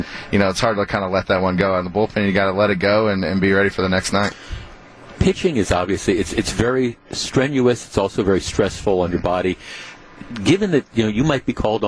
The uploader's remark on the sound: Brewers Opening Day Live.